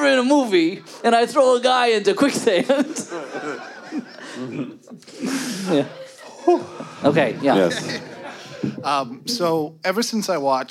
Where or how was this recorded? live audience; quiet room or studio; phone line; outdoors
live audience